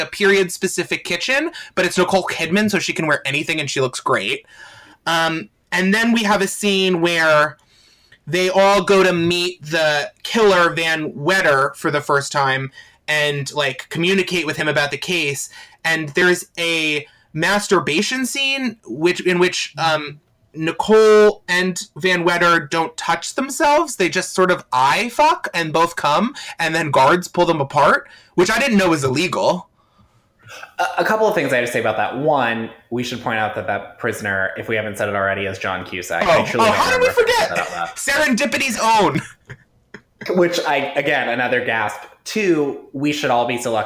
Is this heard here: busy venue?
no